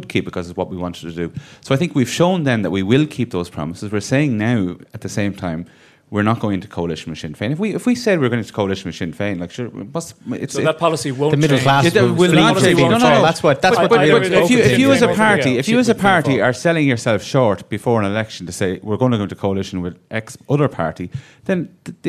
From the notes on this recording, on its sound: A special live episode of the podcast. Everyone who attended the live recording on Thursday, February 22nd here in The Irish Times.